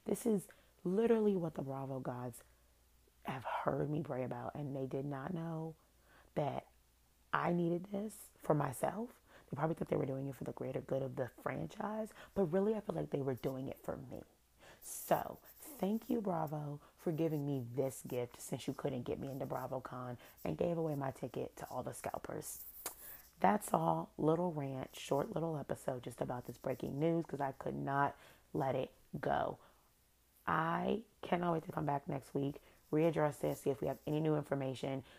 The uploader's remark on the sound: SOUND UP (sorry)! This was a spur of the moment episode. Sorry it’s low, I didnt expect to record.